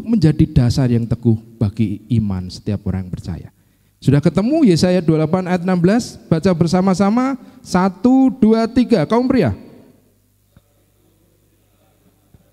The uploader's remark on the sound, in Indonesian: Kebaktian Sore, 24 SEPT 2023 (LIVE)